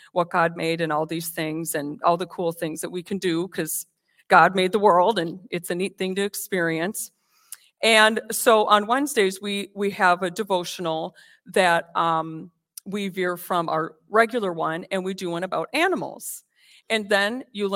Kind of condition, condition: setting, large echoing room